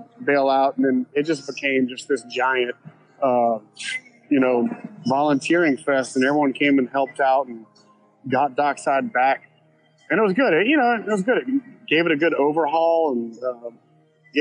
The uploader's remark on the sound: He joins us on location from a local bar.